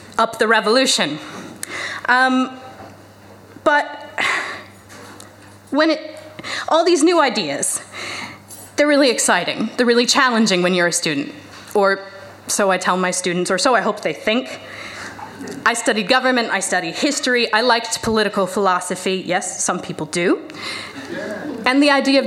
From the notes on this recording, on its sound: The second act of our Tragic Autumn live show which took place at the Hackney Attic on October 16th. Live recordings.